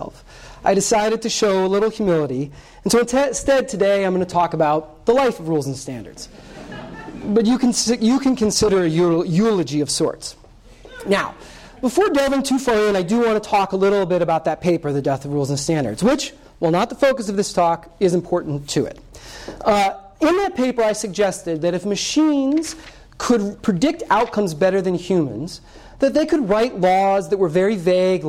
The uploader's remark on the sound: This Coase Lecture was presented on February 21, 2017.